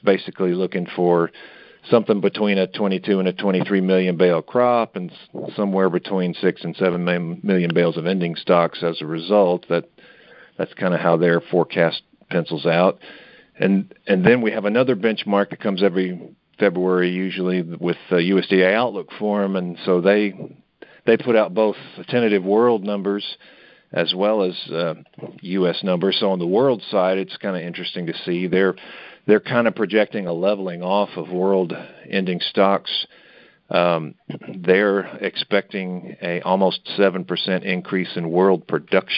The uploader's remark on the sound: Monthly Conference Call